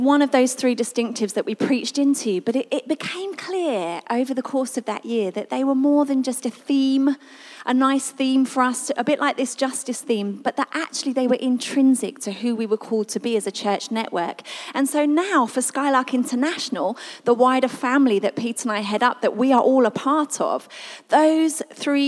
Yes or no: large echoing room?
yes